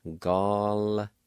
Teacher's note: there's a faint A sound right before the L sound like this. Gal-ta-na-ti.